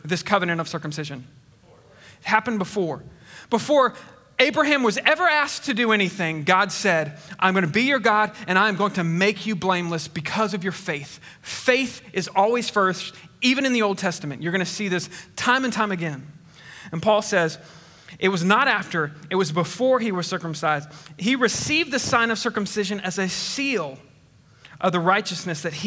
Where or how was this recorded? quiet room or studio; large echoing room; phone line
large echoing room